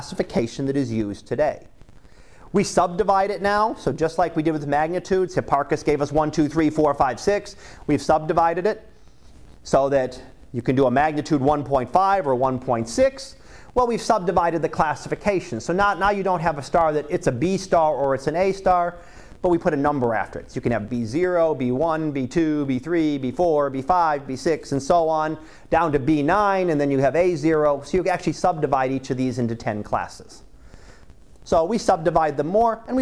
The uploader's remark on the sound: Live Class Lecture